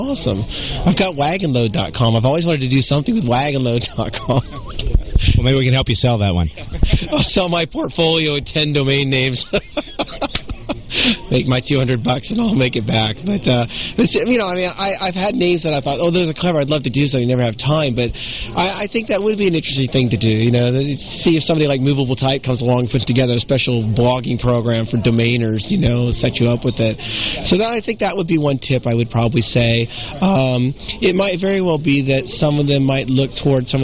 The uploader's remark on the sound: LIVE from SES New York